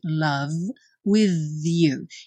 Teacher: Esse TH, v. Parece um V, só que ele é produzido com a língua na ponta dos dentes superiores.